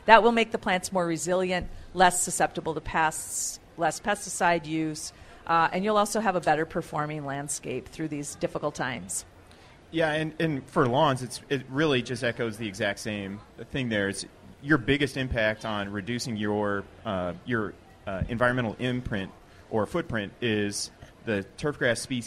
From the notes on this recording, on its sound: live from the MN State Fair